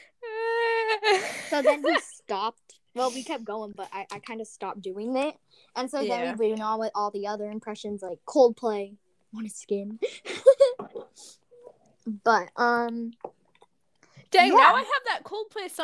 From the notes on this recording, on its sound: sorry for the technical difficulties